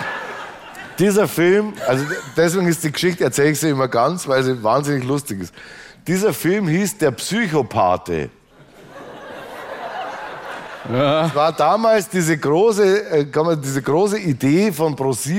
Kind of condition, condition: setting, live audience